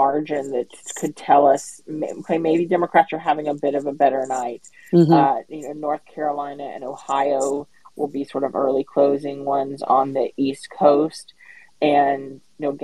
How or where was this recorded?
video call